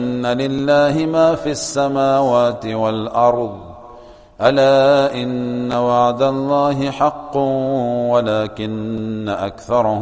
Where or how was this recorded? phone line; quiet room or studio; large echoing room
large echoing room